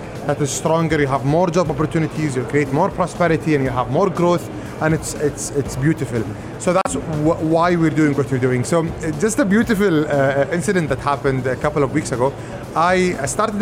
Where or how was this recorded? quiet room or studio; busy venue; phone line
busy venue